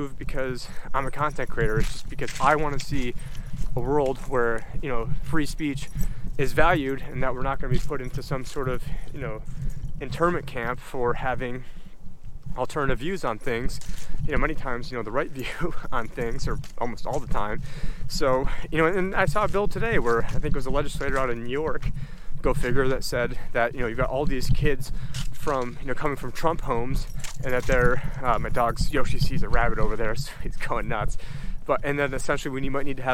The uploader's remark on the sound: On this walk and talk